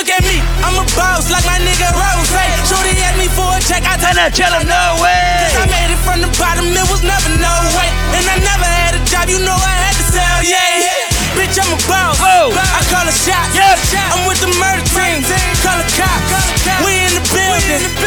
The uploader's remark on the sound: Live audio recording of my set at the Chill Weekend Mint Tea Brunch in Philly on July 8.